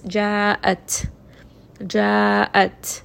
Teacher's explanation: there is a little bit of that air that's escaping, air that's coming out after I say that letter ta.